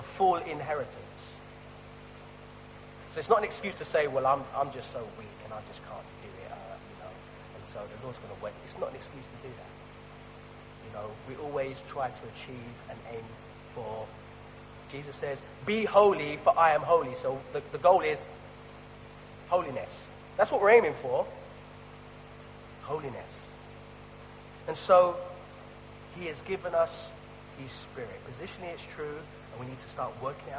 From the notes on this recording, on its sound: Sorry for the poor quality of this weeks recording